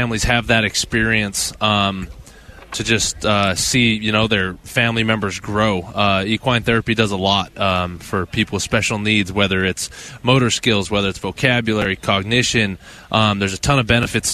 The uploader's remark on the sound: live from Big 12 media days.